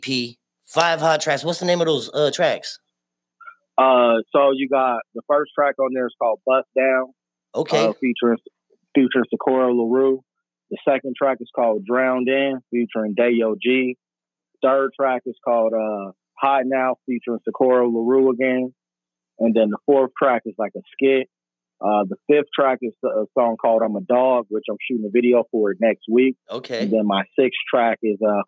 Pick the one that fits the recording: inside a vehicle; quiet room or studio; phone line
phone line